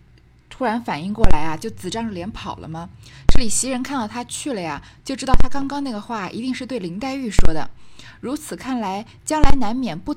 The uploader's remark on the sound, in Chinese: 新换了话筒，本期杂音似乎很严重，可能是我太心急一边充电一遍录音导致的。